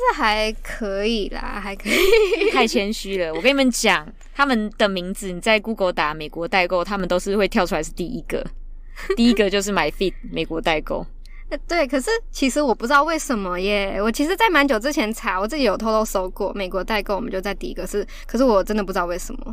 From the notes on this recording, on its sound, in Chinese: 第一次嘗試在車上用一隻USB麥克風錄音(Carcast)